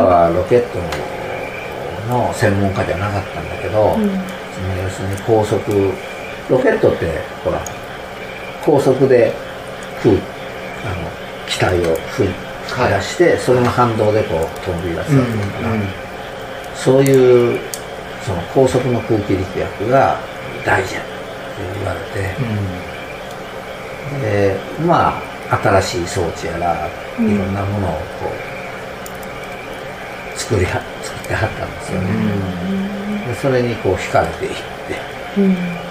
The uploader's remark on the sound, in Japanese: 高尾いろりの間にて。自宅の民家で、囲炉裏の火を囲みながら酒を飲み交わし、外の虫と蛙の大合唱、さらに雨が重なりワイルド感ただよう収録をお楽しみください〜。